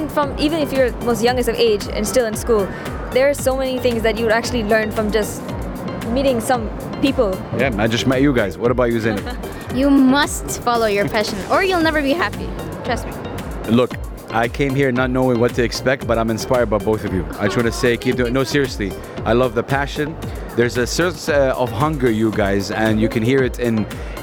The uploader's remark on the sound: Live from SIBF 2023. Visiting the Book Fair!